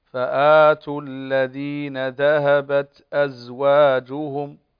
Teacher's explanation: هذه الألف هنا يعني تثبت في الوقف لما نقول فآتوا، لكن في الوصل تسقط